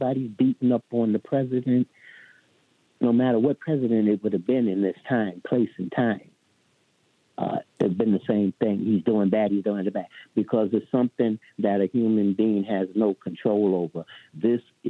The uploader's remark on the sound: we take your calls in open phones across America